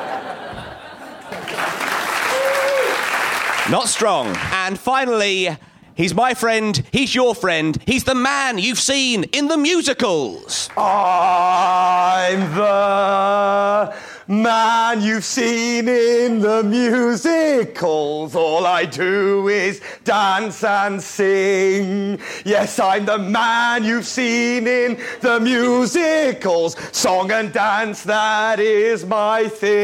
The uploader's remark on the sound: Edinburgh festival podcast: The Guardian Live at the Gilded Balloon. Live on stage.